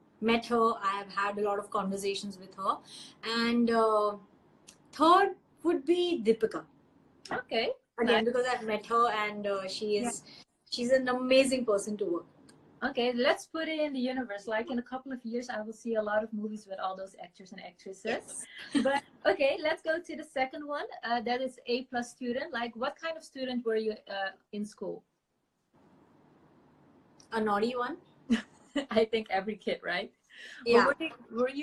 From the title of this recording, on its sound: Instagram Live